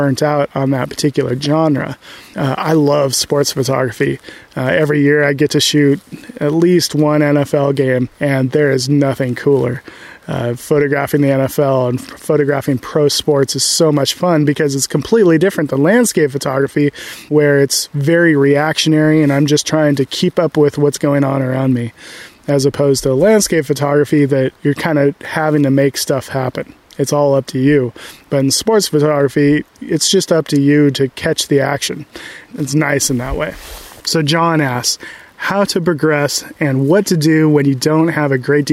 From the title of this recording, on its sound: Live Q&A from the Redwoods